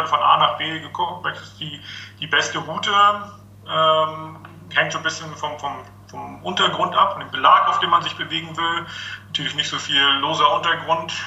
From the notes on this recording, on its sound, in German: Im Wellenrauschen Podcast, den ich via Skype führte.